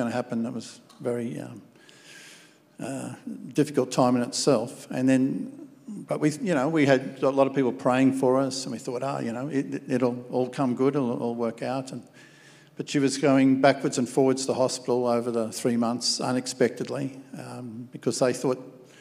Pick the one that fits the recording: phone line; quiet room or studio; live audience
live audience